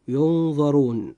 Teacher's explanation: حرف الراء جاء في هذه الكلمة مضموما، فيجب أن ينطق مفخما